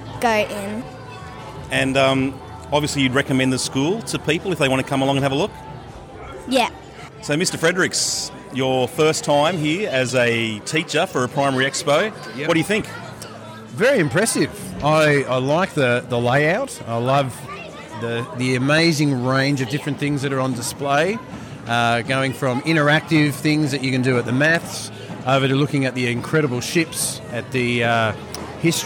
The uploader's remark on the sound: a range of short interviews from last week's Primary Expo